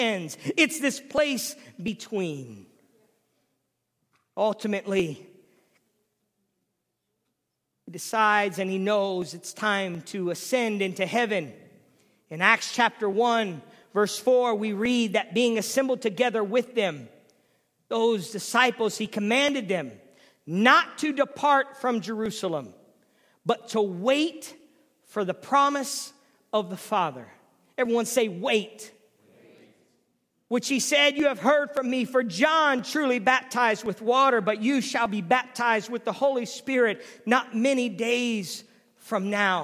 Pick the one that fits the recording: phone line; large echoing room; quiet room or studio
large echoing room